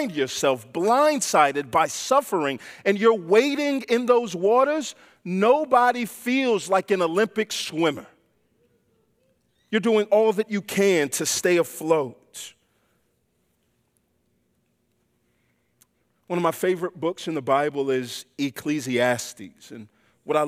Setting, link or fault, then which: setting, large echoing room